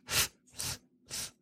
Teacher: there's no vibration in the throat, so it's just from the mouth. The tongue goes between the teeth, and it's th, th, th.